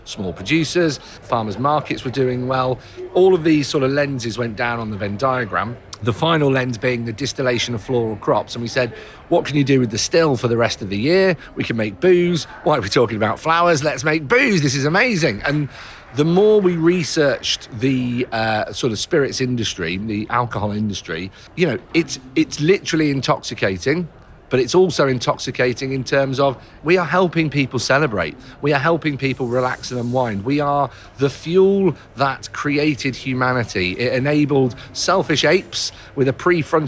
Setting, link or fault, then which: setting, busy venue